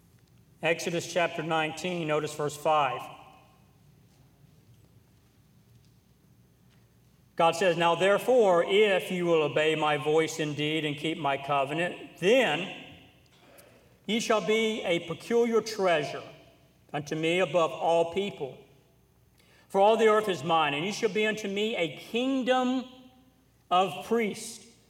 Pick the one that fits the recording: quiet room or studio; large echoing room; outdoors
large echoing room